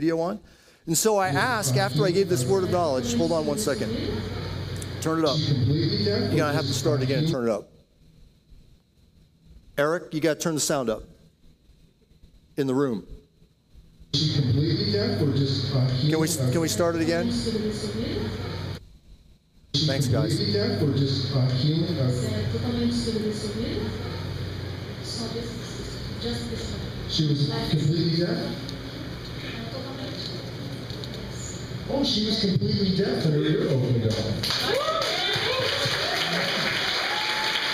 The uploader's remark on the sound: Audio Sermon from Passion Church